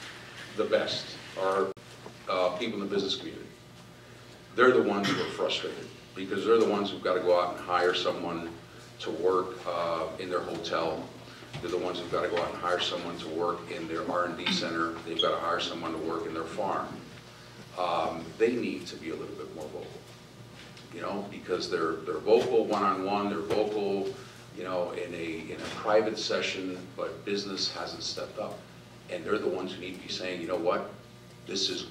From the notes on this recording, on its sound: WASHINGTON, D.C. In a Keynote Address to a legislative symposium hosted by The Ripon Society. Addresses The Ripon Society's 4th Annual Symposium On Leadership.